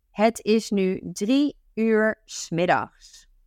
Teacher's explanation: So please be careful and not having some sort of a H-y sound in front of that. It's just a clear uur.